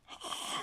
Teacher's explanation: the letter Ha is a throat letter, and you pronounce it with the middle part of the throat, like this, Ha, Ha.